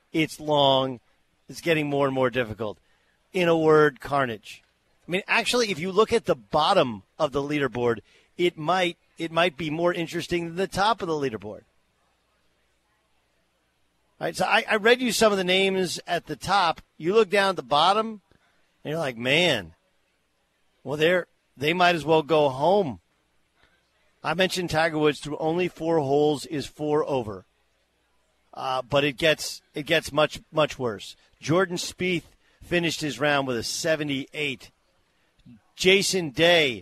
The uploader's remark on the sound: broadcasts live from the US Open at Shinnecock Hills